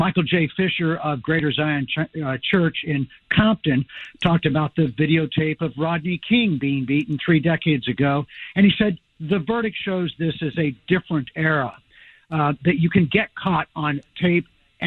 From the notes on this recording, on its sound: Angelenos called in to share their reactions